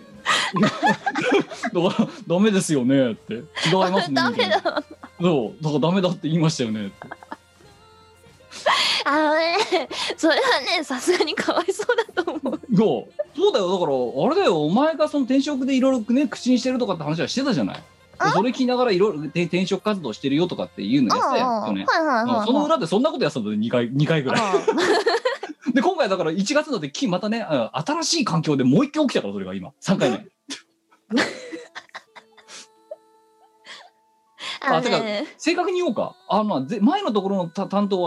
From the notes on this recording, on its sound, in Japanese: 本番組はリモート収録です。収録時環境の影響により、聴き取り辛い部分があります。